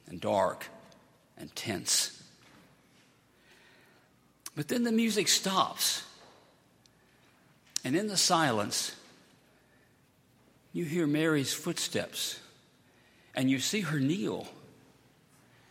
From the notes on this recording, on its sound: at Highland Baptist Church.